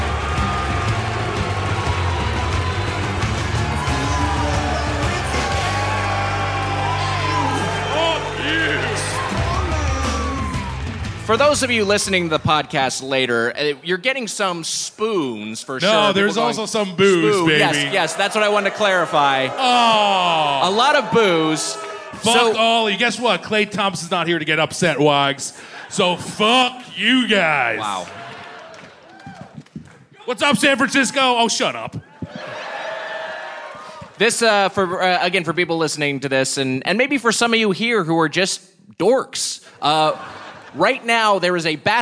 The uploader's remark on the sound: Recorded live at The Palace of Fine Arts Theatre in San Francisco.